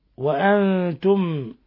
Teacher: نون ساكنة جاء بعد حرف التاء الحكم التجويدي إخفاء حقيقي